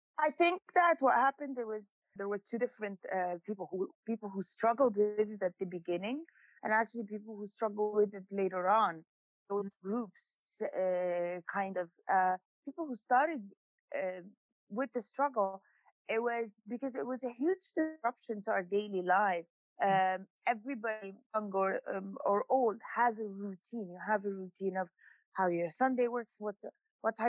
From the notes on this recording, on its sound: checks in via Zoom